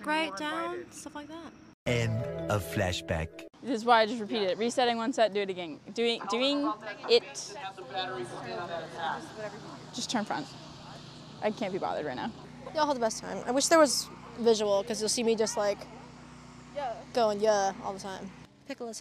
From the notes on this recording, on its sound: highlights from mic'ed up members of the UNH Marching Band during our 2023-24 Road show